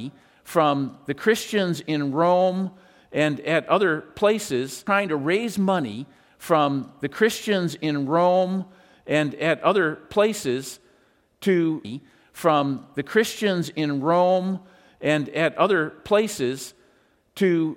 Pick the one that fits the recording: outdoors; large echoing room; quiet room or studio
large echoing room